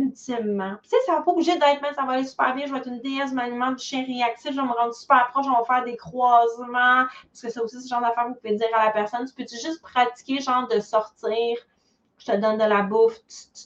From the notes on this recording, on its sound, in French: Cet épisode est issu d'un webinaire en direct que j'ai donné dans mon groupe.